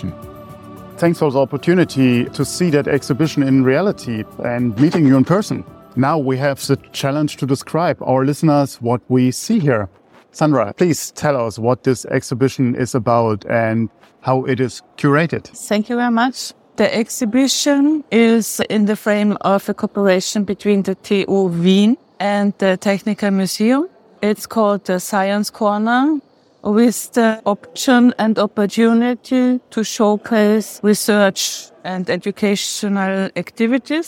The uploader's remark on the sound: During the opening of the exhibition Room with a View in the Science Corner at the Technical Museum in Vienna in March 2023. Space Café Radio - Room with a view.